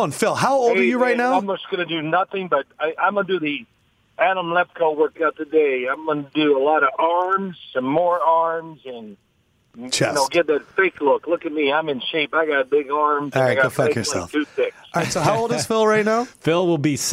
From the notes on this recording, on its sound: jumps on the phone (34:40)